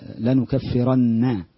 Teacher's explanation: النون حرف غنة مشدد بالفتح